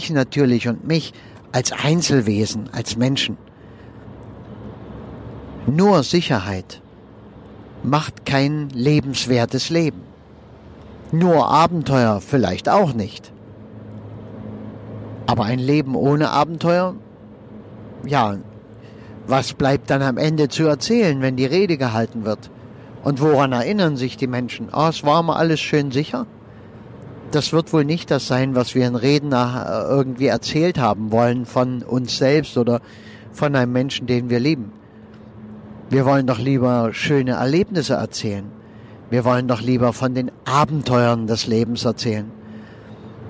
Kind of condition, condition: setting, inside a vehicle